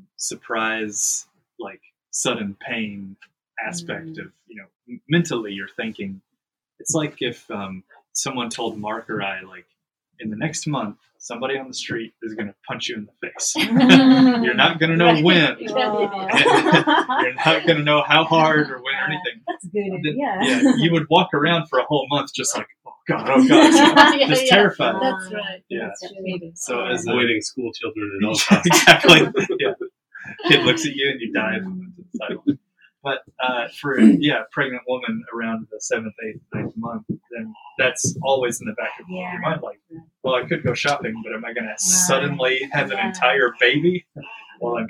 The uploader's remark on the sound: Please forgive any sound issues with this episode. We were al sitting around one mic, which made editing very difficult.